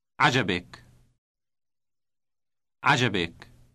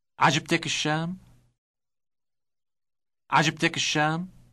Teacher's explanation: if reference is to a feminine thing, like state, a T sound is inserted right before the ik ending, becoming tick. · Shown in: second take